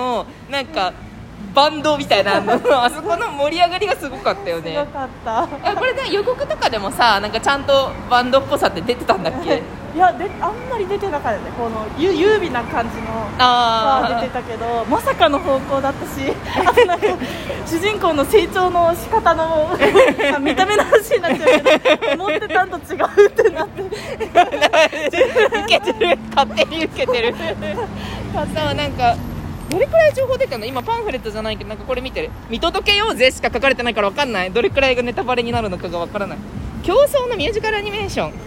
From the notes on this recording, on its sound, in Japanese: 横浜ブルク13から野毛に歩きながら話しています。